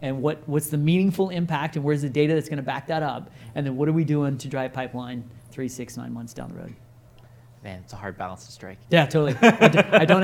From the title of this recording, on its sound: Live at INBOUND16